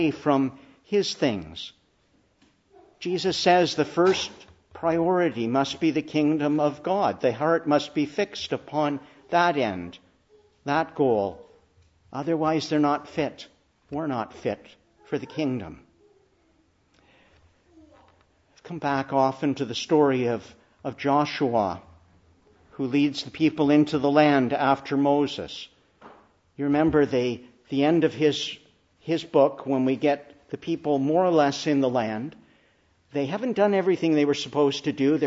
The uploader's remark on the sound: Preached in the Church of the Annunciation of the Blessed Virgin Mary, Ottawa